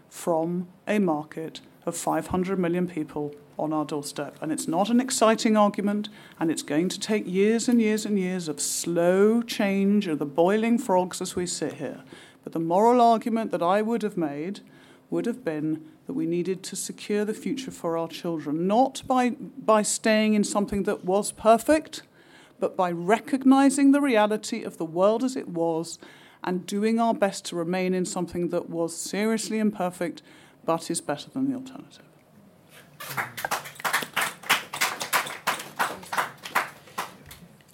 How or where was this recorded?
live audience